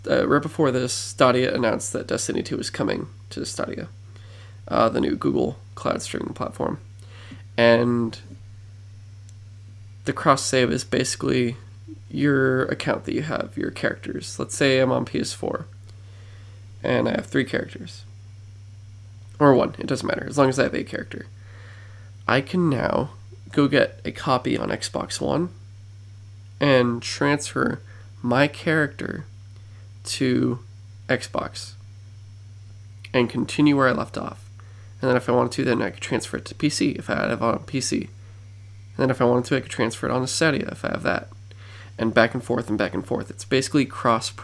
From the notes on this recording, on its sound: Excuse our dead dialogue and humming in the background.